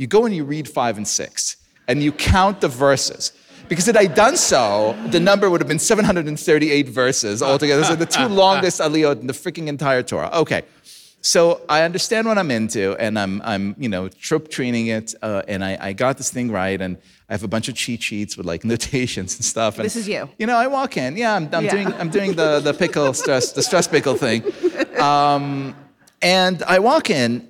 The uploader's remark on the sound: we’re coming to you live from Baltimore, where we appeared at the 2023 Conservative/Masorti Shabbaton & Convening